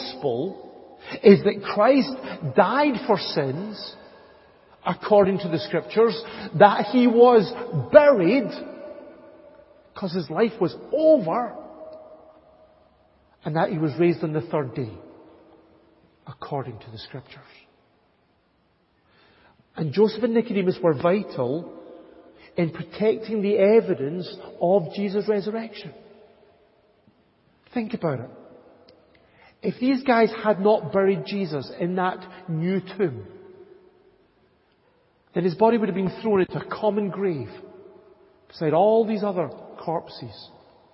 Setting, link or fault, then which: setting, large echoing room